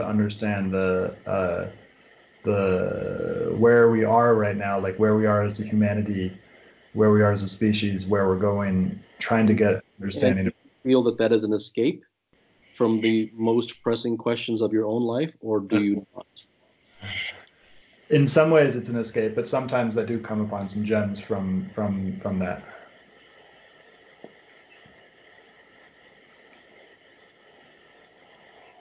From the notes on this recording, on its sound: All silences left. The audio quality isn't that great.